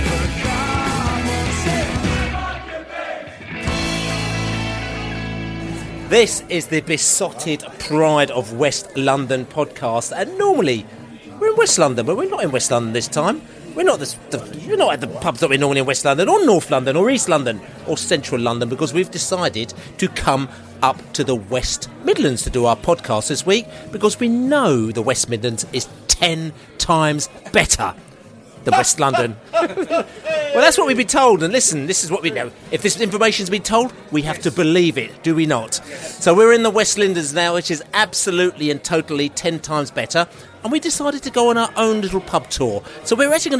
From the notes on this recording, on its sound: Podcast from the Pubs. The Beesotted crew took to the road to record this episode - finding a number of drinking establishments in the West Midlands who would happily accommodate our portable studio. They recorded in an Egyptian bar in Birmingham, the back of a taxi and a punjabi pub/indian restaurant a short walk away from St Andrews.